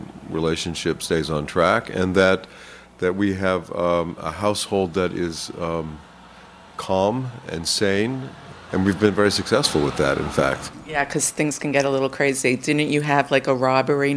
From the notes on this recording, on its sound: from the Tribeca Film Festival